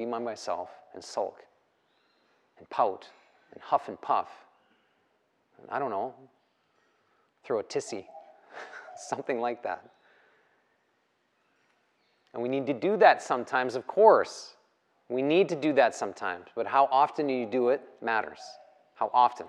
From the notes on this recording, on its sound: The live recorded lecture took place during a 200-hour yoga teacher training at Peace Retreat in Los Pargos, Costa Rica